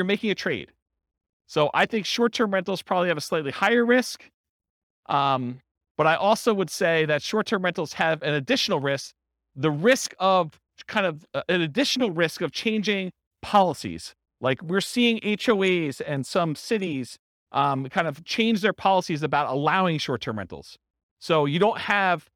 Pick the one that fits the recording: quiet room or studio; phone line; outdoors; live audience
live audience